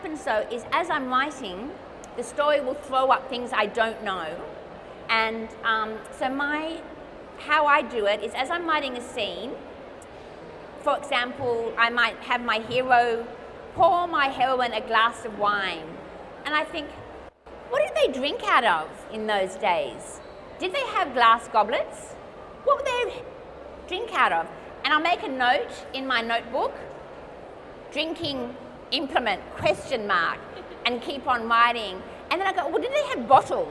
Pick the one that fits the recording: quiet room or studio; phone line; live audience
live audience